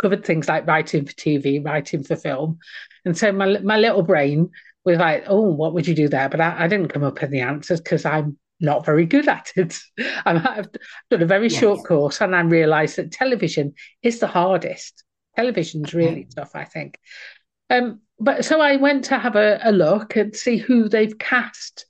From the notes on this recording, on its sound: managed to talk for long enough that Zoom kicked us off the meeting